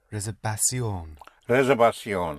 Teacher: the V, pronounced with your lips, like a soft B